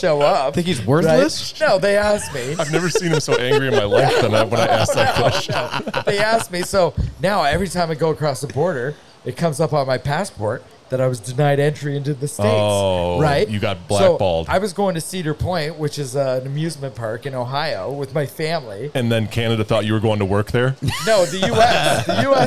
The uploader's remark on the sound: broadcasting from the Kibble Equipment booth at FarmFest